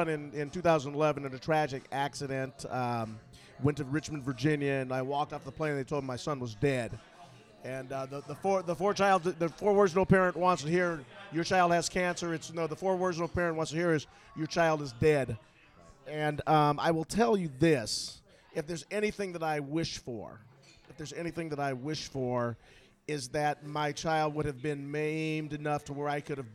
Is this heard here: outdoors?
yes